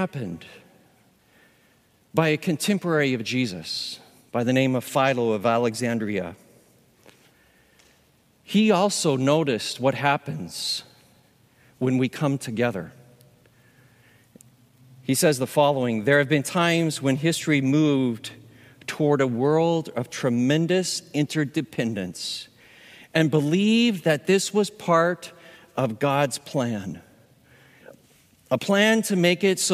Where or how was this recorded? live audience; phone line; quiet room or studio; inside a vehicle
live audience